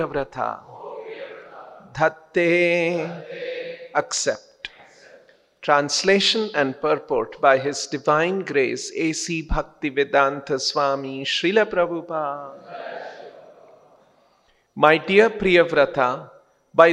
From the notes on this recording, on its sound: lectures given daily by the devotees at ISKCON Bangalore